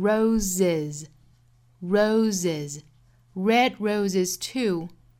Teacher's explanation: 浊辅音，所以不要发成 rose，应该是 roserose。那在变复数呢，加了一个元音，又加了一个浊辅音的 z